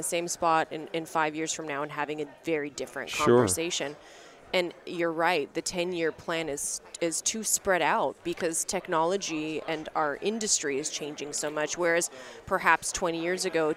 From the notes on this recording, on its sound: at the Voices of Dentistry Conference